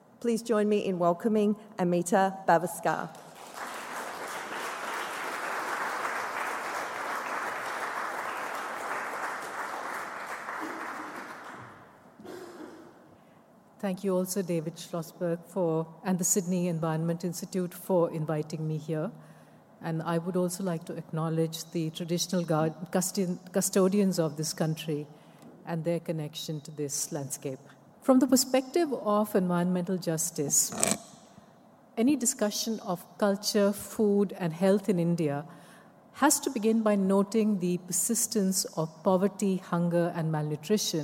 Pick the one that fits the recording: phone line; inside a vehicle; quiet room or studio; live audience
live audience